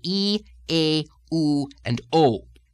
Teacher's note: These are what is known in phonetics as the tense form vowels, the ones that are made with firmness in the root of the tongue.